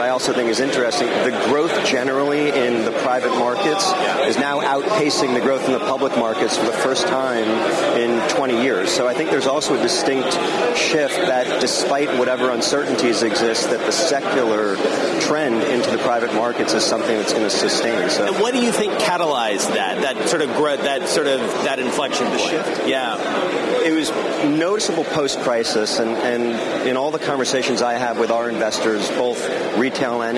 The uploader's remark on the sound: from the Super Return conference in Berlin